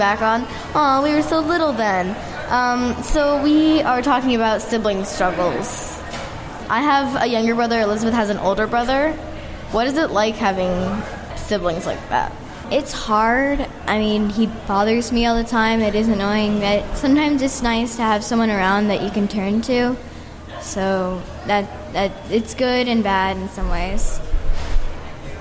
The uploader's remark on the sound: We take the stage and record live at Indy PopCon 2018. You’ll notice we were a bit scared (and fast talking) at first.